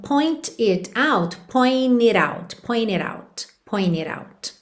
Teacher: Quando a gente tem um final de palavra, ou às vezes até mesmo um final de sílaba, com NT, e na sequência uma vogal, às vezes esse T é omitido e a gente liga no N.